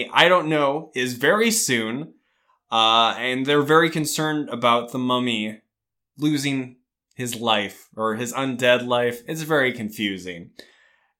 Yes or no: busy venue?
no